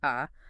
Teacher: A grave accent means low tone, ah.